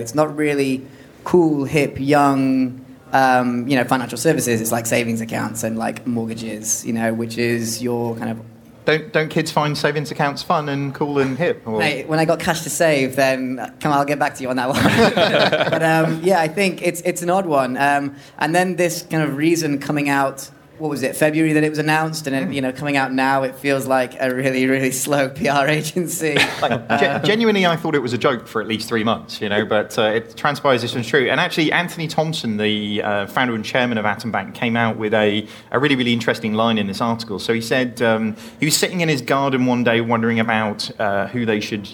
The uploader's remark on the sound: LIVE from Money20/20 Europe. We bring you our first ever live podcast, recorded in front of a live audience at Money20/20 Europe, Copenhagen. They discuss the latest news and stories with additional audience interaction.